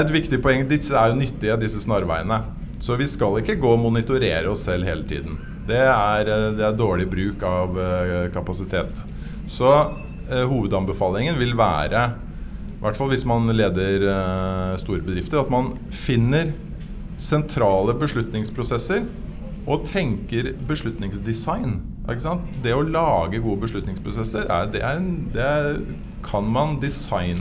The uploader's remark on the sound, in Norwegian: Live fra iProsess nettverk for toppledere på Grand Hotell